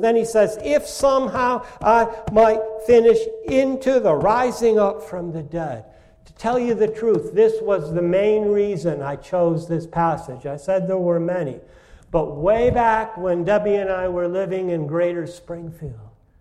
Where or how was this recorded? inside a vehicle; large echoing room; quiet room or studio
large echoing room